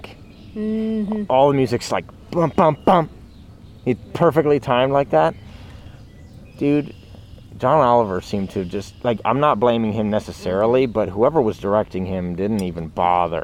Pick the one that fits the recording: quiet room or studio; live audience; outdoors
outdoors